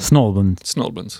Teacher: Quindi si perdono via la T. · l'accento va sulla prima sillaba di Albans